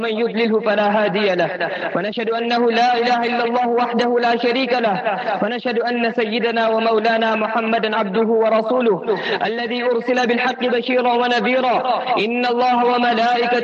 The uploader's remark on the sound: Jumah Lecture at Rainbow Masjid